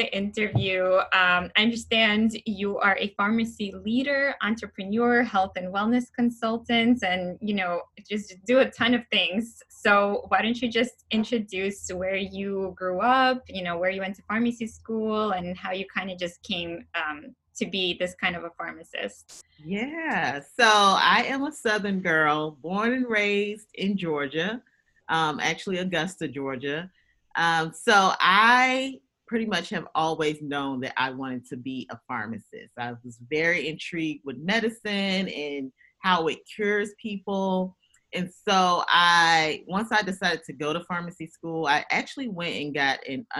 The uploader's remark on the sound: Zoom video interview